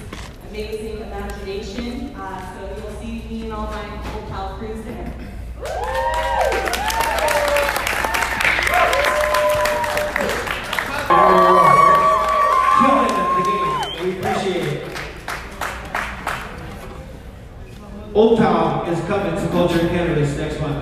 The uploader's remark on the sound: Raw audio from some of the cannabis industry's leaders at the Culture &amp; Cannabis vendor mixer. Raw audio from some of the cannabis industry's leaders at the Culture & Cannabis vendor mixer.